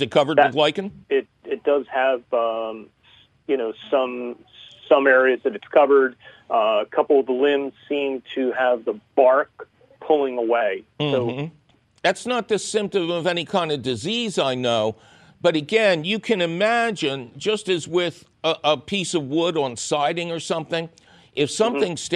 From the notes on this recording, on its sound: your Fabulous Phone Calls!